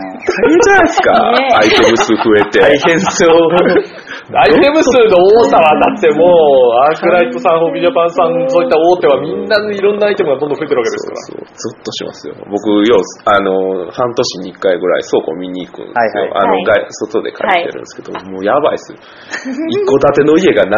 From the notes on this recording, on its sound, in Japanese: 9月1日に開催された｢TRPGフェス｣にて、ボードゲーム業界で働く人が集まって収録！